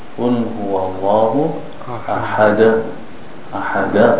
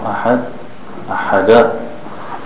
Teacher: Whenever we pronounce the Dal with a sukoon on it, it has the reverberation, the echoing sound to it. · Shown in: first take